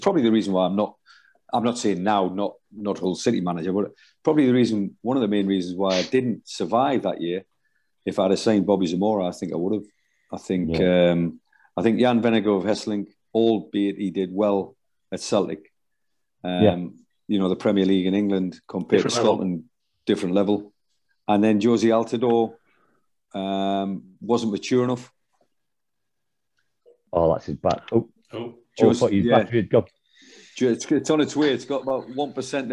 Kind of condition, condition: link, video call